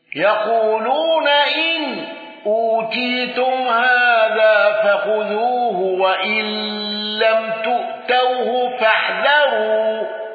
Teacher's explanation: ابن ذكوان بالسكت على المفصول